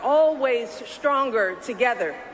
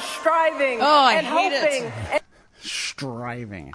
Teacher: It's only STR that gets the SH in front of it.